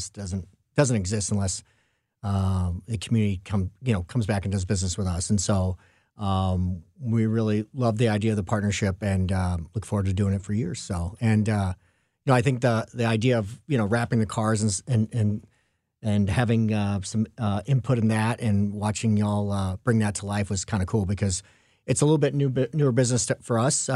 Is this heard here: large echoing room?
no